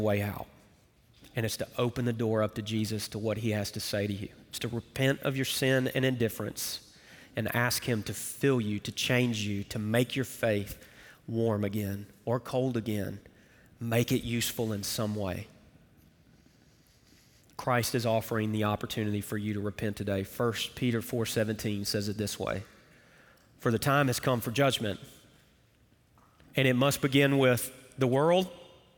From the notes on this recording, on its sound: Recorded Live at Brookwood Church.